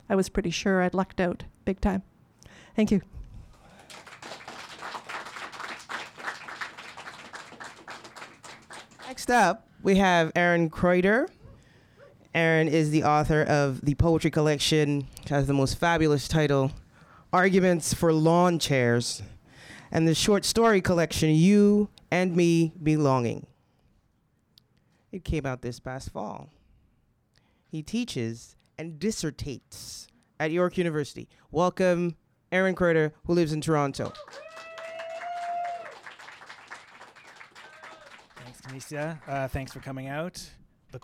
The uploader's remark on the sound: This episode was recorded at the Tranzac Club in Toronto on January 30th 2019.